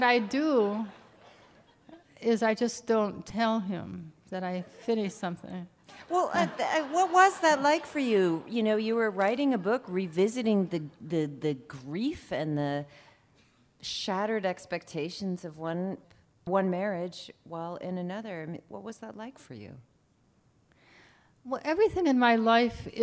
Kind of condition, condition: setting, live audience